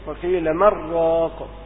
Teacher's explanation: والسكت يستلزم سكت لطيفة تمنع الإضغام. وقيل من راق، وقدرها حركتين، قدر السكت مقدار حركتين بمقدار نطق الألف، لأن الرواية فيها بوجوب السكت، والسكت يمنع الإضغام.